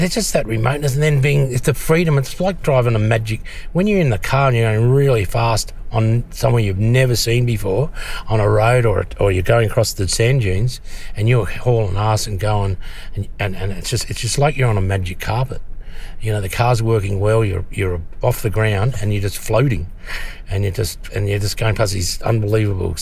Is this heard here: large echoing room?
no